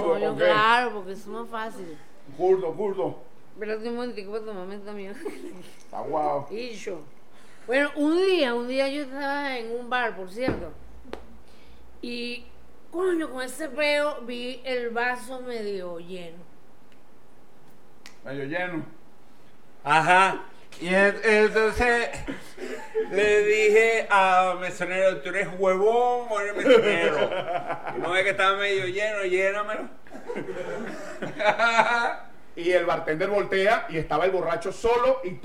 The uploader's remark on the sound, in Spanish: Techo Tres es un programa grabado en vivo.